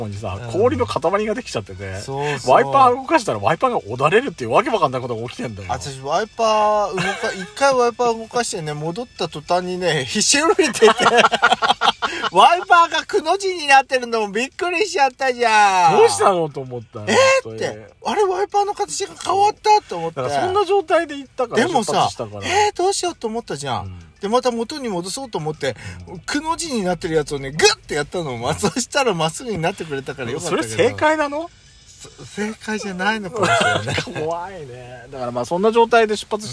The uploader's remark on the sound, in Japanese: パーキング収録